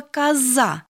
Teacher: при произнесении слова «коза» звук «з» звучит твердо, и твое личико очень серьезное.